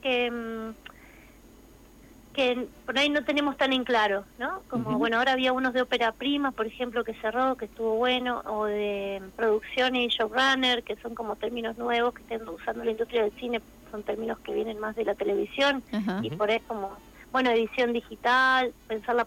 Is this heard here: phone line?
yes